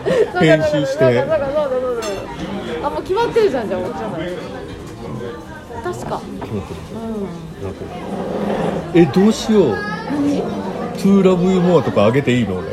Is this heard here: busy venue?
yes